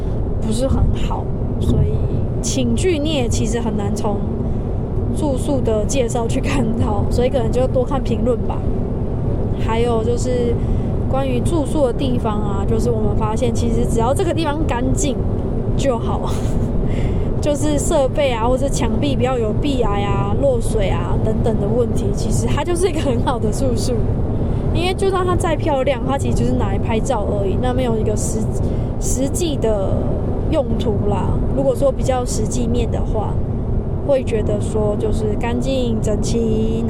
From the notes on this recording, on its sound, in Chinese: 本集全程於車上錄音，會明顯感受好像在高速公路上喔